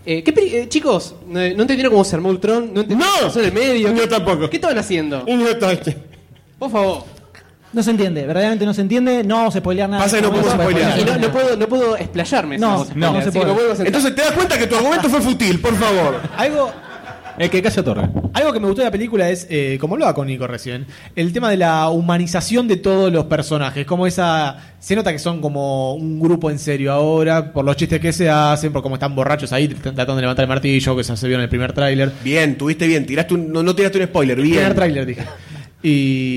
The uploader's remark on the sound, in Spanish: Porque fue grabado EN VIVO, con todo nuestro hermoso público, el que tiene mas aguante en el universo. Hubo debate, hamburguesas, muchas fichas de chocolate, proyecciones, sorteos y mucho amor. Realizado junto con el público.